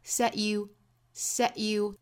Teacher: 我们把 t 的发音给憋掉 set you 做 glottal stop 的处理